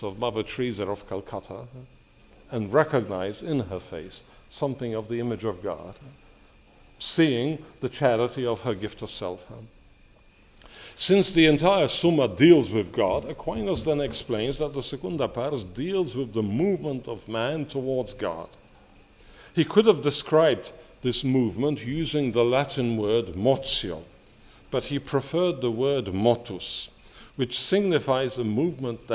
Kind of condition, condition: setting, large echoing room